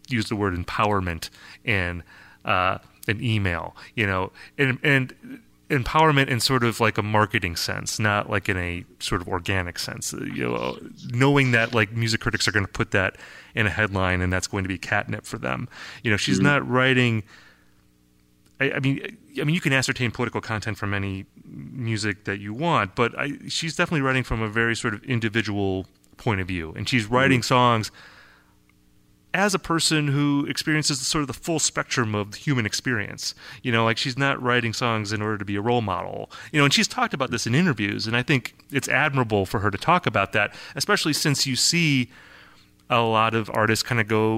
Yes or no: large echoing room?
no